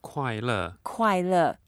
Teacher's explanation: Both are fourth tones.